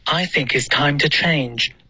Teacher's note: It's 的 t 一定要爆破。OK，你现在发成 think is 就太弱了。OK，要爆破。